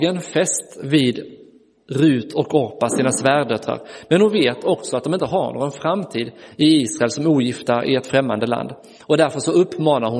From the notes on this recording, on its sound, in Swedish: Inspelad i Roseniuskyrkan den 12 februari 2023.